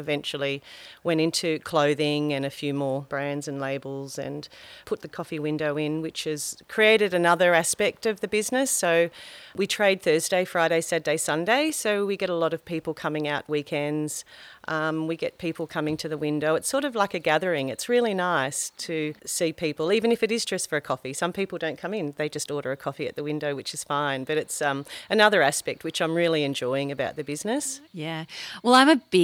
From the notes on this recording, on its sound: recorded in the outdoor area of Fisher & Farmer